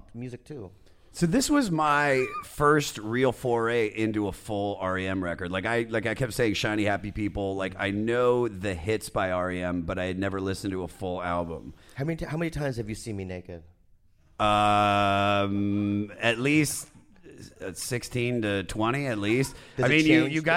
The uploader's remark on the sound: at the 2019 Just for Laughs Comedy Festival in Montreal